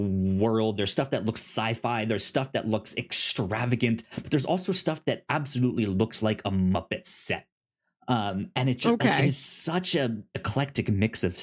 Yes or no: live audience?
no